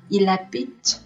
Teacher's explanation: 因为这个 habite 这个动词，它的首字母 h 是哑音 h，它必须要和主语代词进行连诵